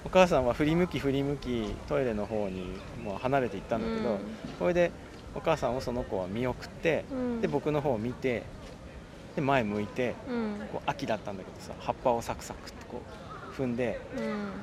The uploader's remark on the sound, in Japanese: 明治神宮に蚊が出はじめたので、上野公園へと収録場所を移しました。